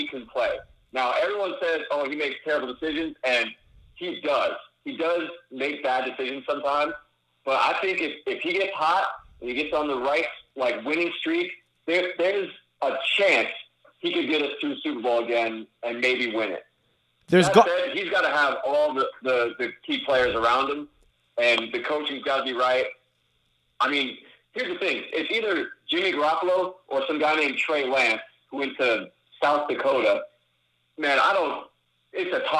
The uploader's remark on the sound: for a call-in segment